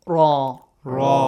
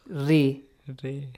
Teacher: It has fatha, it is heavy. If it has kasra, ri. Ri. So it is not heavy.